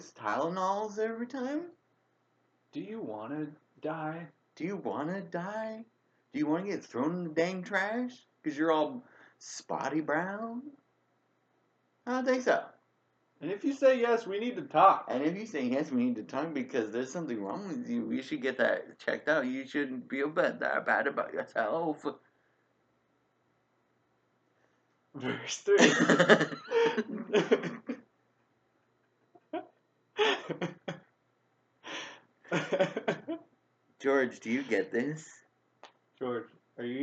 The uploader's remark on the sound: Numerous sound effects and music drops are deployed; proceed with caution. Apologies for any compromised audio. We're recording this one through a tiny laptop mic hole.